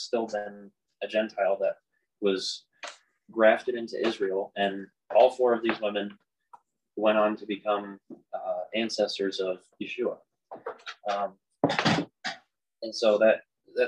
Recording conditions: drop-outs